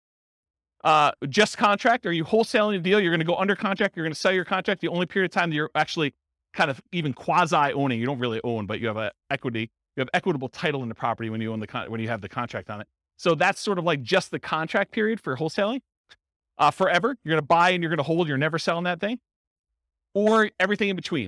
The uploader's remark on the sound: Real estate investors and real estate entrepreneurs in Lowell, Massachusetts. This was a live class recorded. Live in-person version.